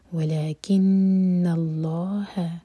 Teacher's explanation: نُن پر غنہ اور نُن کو لائٹ رکھیں گے آگے لام جلالہ ہیوی